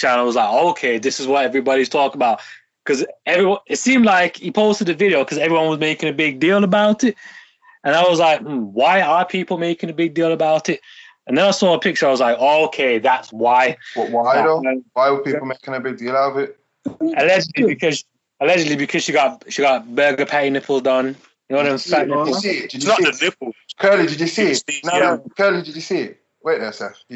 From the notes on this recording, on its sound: we recorded this episode via call